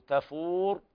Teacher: الراء حكمها التفخيم لكل القراء عند الوقف